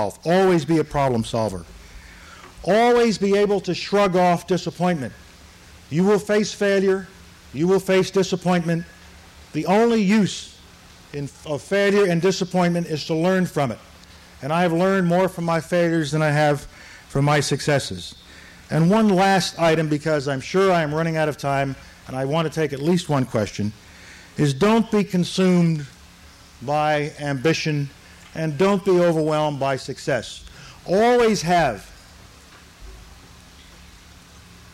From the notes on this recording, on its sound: This address was recorded at the Academy of Achievement's 1988 Summit in Nashville, Tennessee